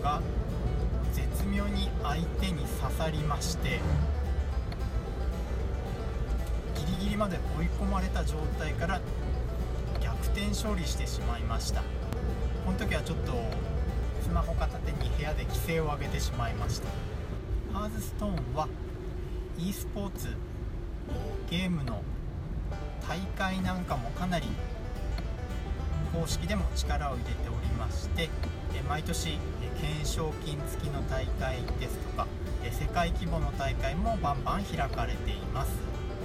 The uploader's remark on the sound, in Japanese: 雨天、運転中の録音だったため、いつも以上に雑音が多いです